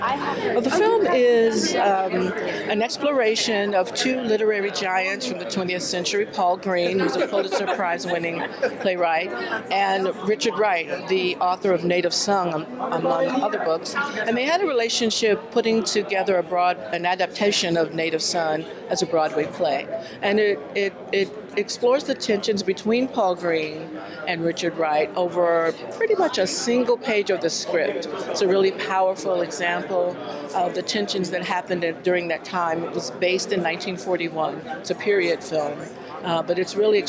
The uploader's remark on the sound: We take you to the red carpet of the Harlem International Film Festival 2023. On this episode we take you to the red carpet of the Harlem International Film Festival 2023.